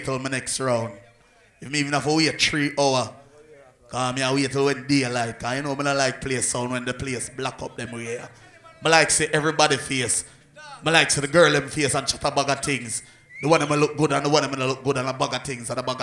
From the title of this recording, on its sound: LIVE AT BLACK AND WHITE LIONEL TOWN CLARENDON JAMAICA DEC.23.2016 LIVE AUDIO